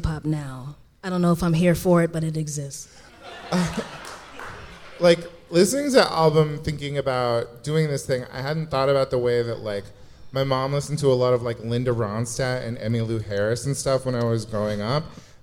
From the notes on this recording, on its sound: Recorded LIVE. Live in front of an audience as part of the Voyager Institute series.